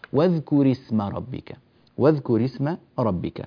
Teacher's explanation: هذه همزة ساقطة في درج الكلام والراء انكسرت لالتقاء الساكنين، وإلا فأصل الكلمة واذكر اسم ربك هكذا كما نطقت، واذكر اسم، اجتمعت الراء الساكنة مع السين الساكنة، ولا يجوز أن يلتقي ساكنان فكسرنا الأول.